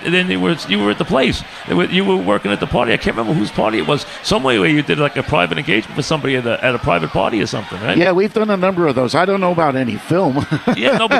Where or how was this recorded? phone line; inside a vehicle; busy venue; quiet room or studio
busy venue